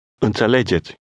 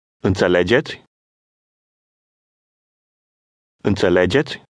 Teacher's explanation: a Romanian statement can be made into a question just by changing the intonation · Shown in: second take